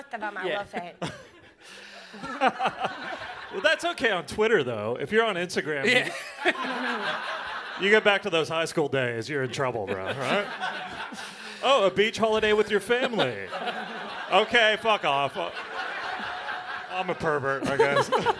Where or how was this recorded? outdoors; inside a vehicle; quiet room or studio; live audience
live audience